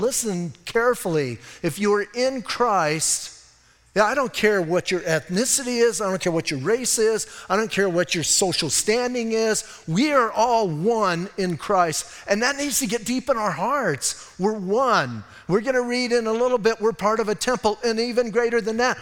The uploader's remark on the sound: Audio messages from Calvary Chapel in Sierra Vista.